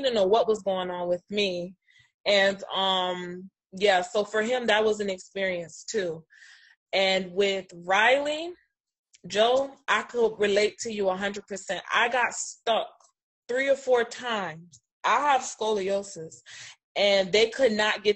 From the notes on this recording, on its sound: I am having a vent session with some of my friends via zoom